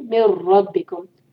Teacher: यहाँ पर नून के बाद देखिए रॉ आ रही है यरमलून में से रॉ है लेकिन ये है इदगाम बगैर गुन्ना के तो यहाँ पर नाक में हम आवाज बिल्कुल नहीं ले जाएंगे